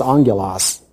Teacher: The N and the G are actually in the Greek two G sounds or the gamma. And when the two gammas are put together, it creates this NG sound, and so it's pronounced angelos.